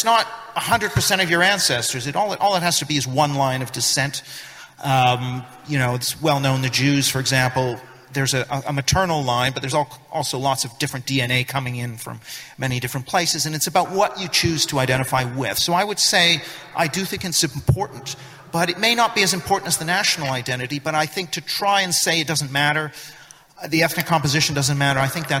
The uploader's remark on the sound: Speech at New Culture Forum Conference